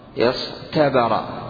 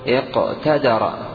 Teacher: أصلها تاء لكن قلبت طاء لأن الصاد من حرف الاستعلاء والتاء من حرف الاستفال · Shown in: first take · فأبدلت التاء حرفا من مخرجها مستعلي وهو الطاء لأجل مناسبة الصاد اصطبر، وهذا سيأتي في موضعه.